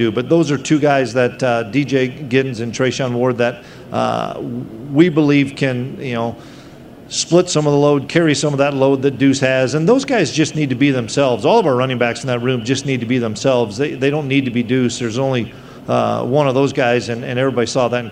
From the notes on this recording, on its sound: press conference at Big 12 Football Media Days